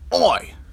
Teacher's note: But in this case, we'll be saying it like O-I. However, you want to make the O really round. That way it'll make the I part of it stand out.